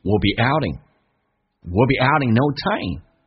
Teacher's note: 如果加速不强调，有可能说成 W 加个 L，这个发音变成 willwill，所以直接把中间的元音拿掉